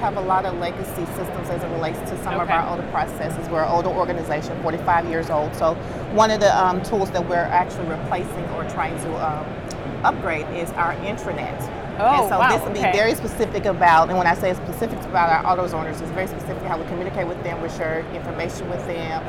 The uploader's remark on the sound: Live From NRF 2024. From their podcast studio inside the VusionGroup booth #5420. National Retail Federation Big Show Coverage.